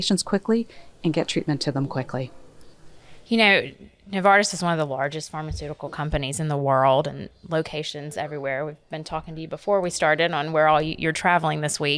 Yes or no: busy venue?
yes